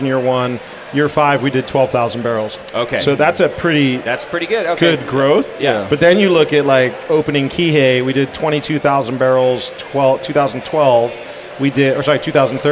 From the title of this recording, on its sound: Live from Modern Times